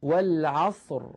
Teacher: تجدون بأن الراء عند الوقف عليها ساكنة، وقبلها صاد ساكنة، وقبلها فتحة، فتحة العين، إذا نفخمها. لا نقول والعصر، لا نقول ذلك أبدا، بل نقول والعصر، نعاملها معاملة راء.